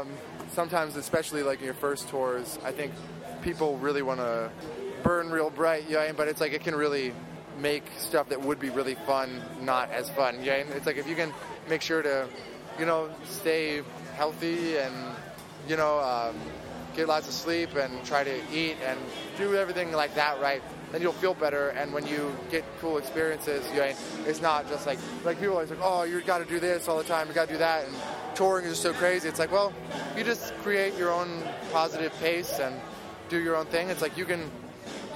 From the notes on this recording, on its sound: Onsite at Lollapalooza